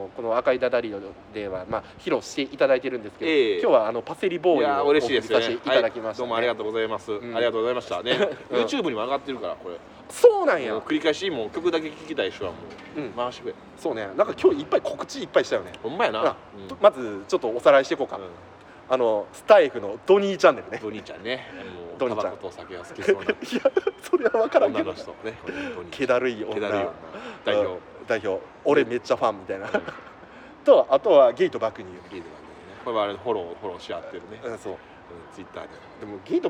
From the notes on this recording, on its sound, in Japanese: 公園で収録してます。